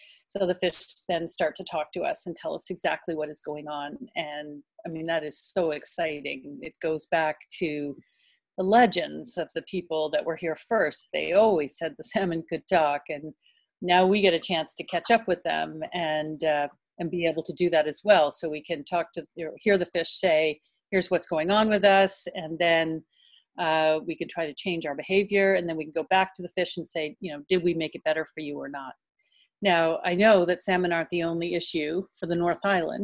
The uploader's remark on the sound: in a quick ZOOM interview